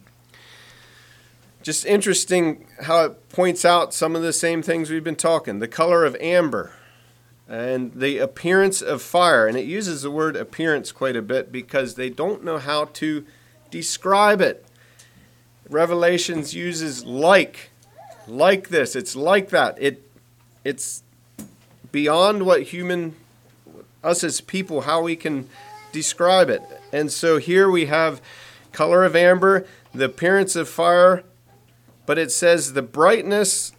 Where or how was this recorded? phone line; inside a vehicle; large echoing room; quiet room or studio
large echoing room